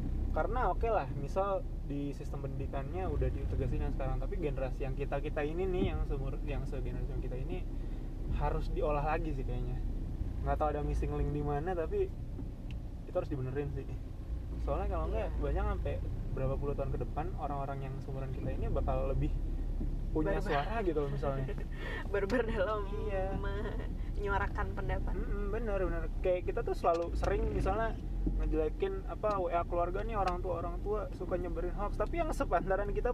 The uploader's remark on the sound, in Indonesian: maaf suaranya agak kecil, Røde taro di dashboard mobil